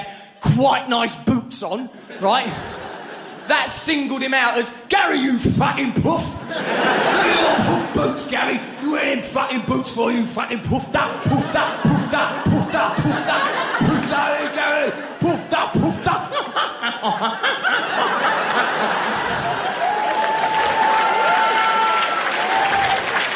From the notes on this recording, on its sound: Recorded in London during his sell-out 2006 tour.